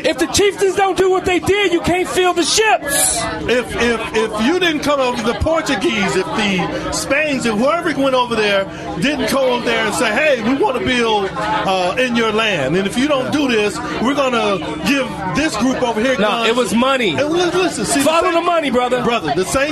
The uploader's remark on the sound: Live From Lake Michigan